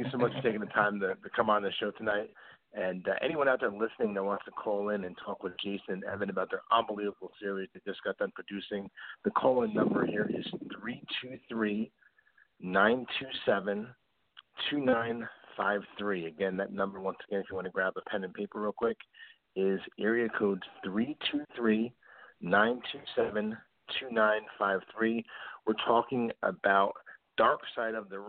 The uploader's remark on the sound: we take your calls LIVE!